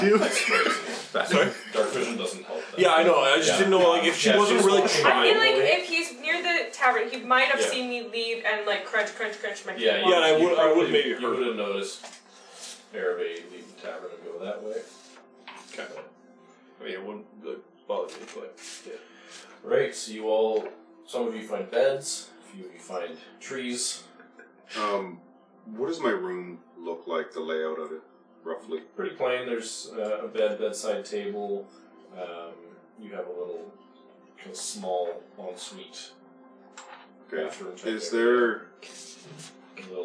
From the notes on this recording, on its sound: Once again, apologies for the microphone noises. This episode was recorded in person, and fitting 7 people into a small space with one microphone presents a whole new list of challenges.